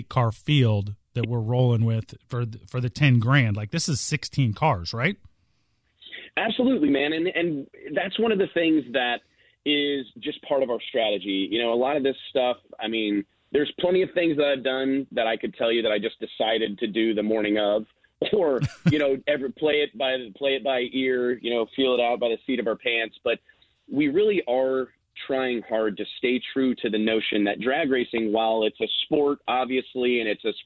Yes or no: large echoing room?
no